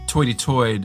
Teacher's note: New York upper-class English even had the sort of rounded vowel that was made famous in a caricature when people say toity-toid for 33rd.